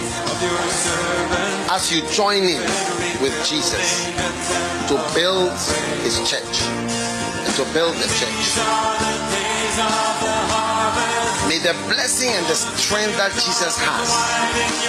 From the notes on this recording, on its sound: Preached at the FLOW Church Service.